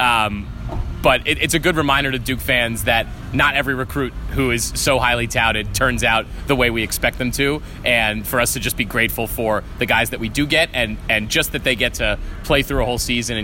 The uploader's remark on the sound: Live from the parking lot at Mercedes Benz stadium.